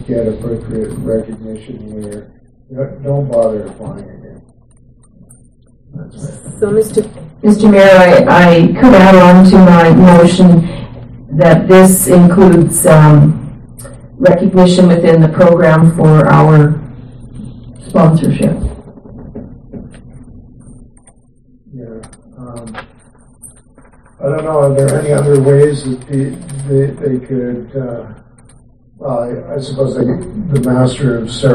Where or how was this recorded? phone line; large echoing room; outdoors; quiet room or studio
large echoing room